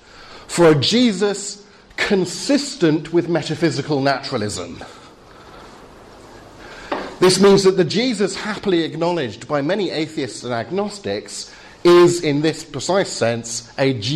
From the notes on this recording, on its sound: Talk with Q&A from Highfield Church Southampton's 'Reasonable Faith?' course, Spring 2015.